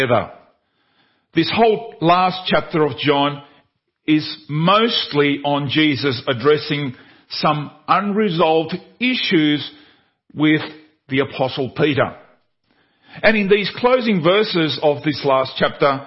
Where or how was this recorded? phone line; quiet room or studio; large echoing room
large echoing room